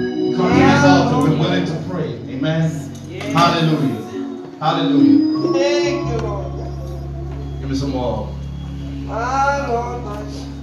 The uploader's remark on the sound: This message was recorded at True Vine Missionary Baptist Church